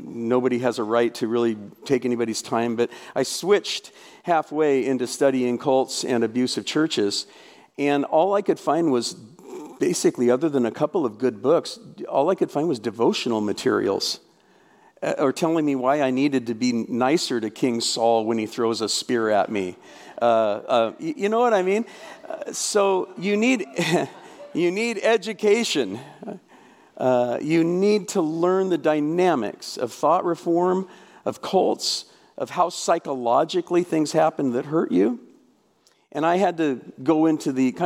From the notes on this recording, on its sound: The first of 11 talks from this year’s RESTORE Conference. This was an amazing gathering of survivors of church hurt and abuse as well as pastors and Christian leaders, wanting to better minister to the survivors.